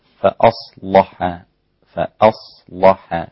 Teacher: غلظ اللام الإمام ورش في كلمة فأصلح فيصير النطق بها كما سمعناها فأصلح فأصلح هكذا.